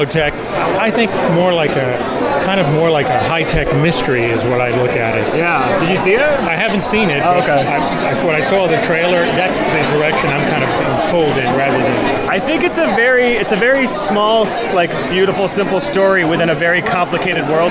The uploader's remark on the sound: Red carpet interviews taped at Tribeca Festival in 2015